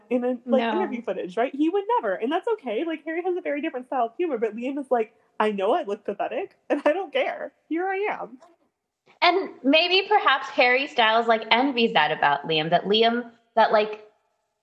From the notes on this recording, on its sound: We would apologize for the technical glitches